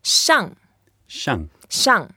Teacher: Yeah, that means to go up. And it's a fourth tone, so ma shang.